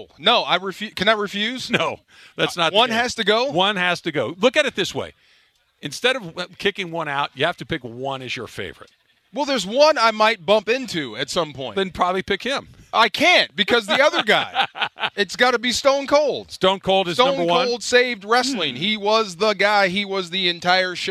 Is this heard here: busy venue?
yes